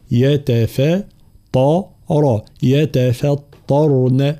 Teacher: ترقيق التاء والفاء ثم تفخيم الطاء والراء